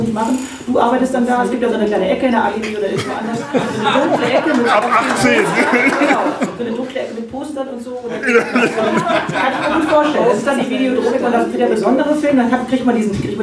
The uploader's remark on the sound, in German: Videodrom Live-Talk. Die Wortmeldungen aus dem Publikum wurden aufgrund der mangelhaften Tonqualität stellenweise gekürzt.